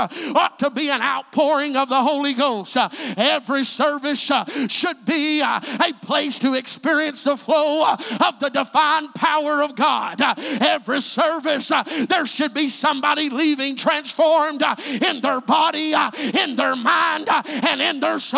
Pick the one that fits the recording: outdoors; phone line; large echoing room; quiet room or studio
large echoing room